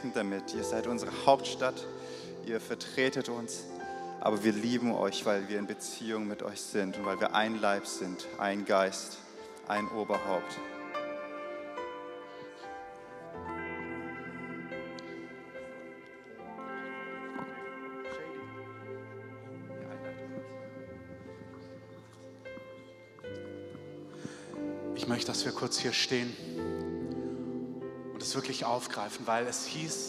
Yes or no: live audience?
yes